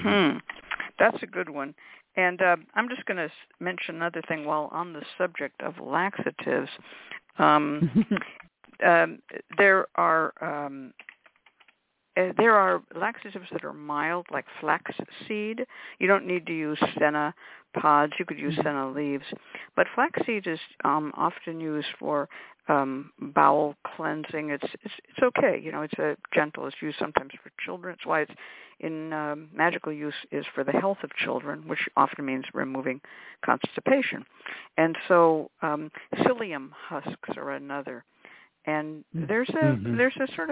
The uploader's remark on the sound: The Lucky Mojo Hoodoo Rootwork Hour is a real, live call-in show.